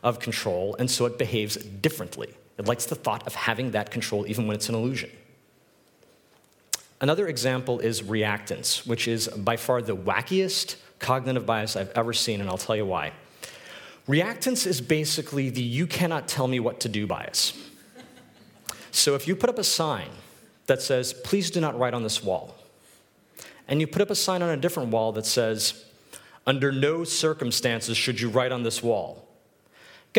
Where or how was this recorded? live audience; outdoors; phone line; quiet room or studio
live audience